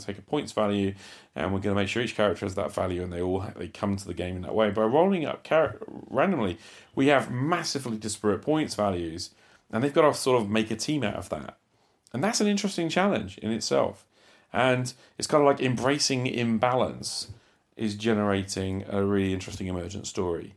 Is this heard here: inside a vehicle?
no